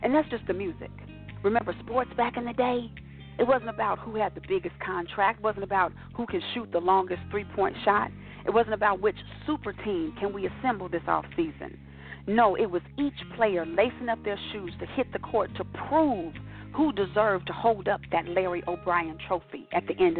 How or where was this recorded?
phone line